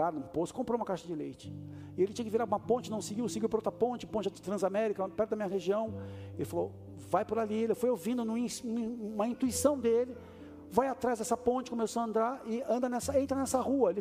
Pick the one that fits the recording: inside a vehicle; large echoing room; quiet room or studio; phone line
large echoing room